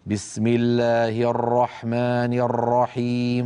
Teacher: فينطق عدة راءات في الراء المشددة، هذا لا يصح، أرجو الانتباه إليه، فقد نهى عنه الأئمة. · Term: التكرير